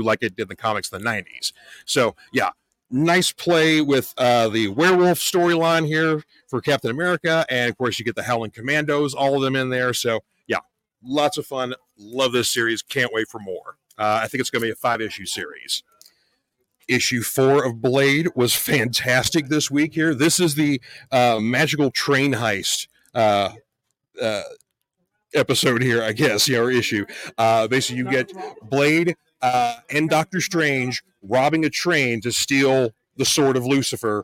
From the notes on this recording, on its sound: coming to you live from The Mind's Eye Theater for their production of Evil Dead The Musical